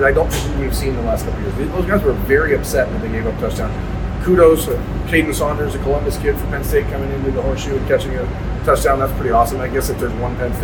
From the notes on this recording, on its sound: We apologize for lower-than-usual quality audio. We were using a different setup than normal because THE Postgame Live Show was using our main equipment and it just didn't go as expected.